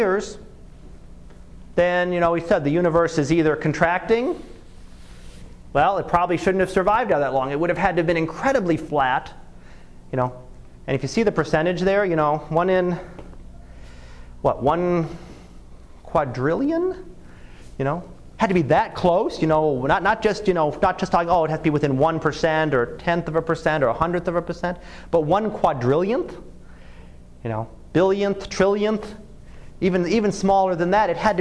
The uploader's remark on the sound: Live Class Lecture.